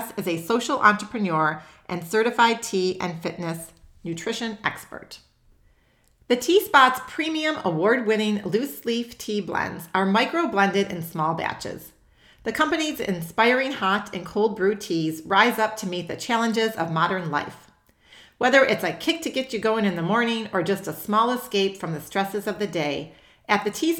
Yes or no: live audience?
no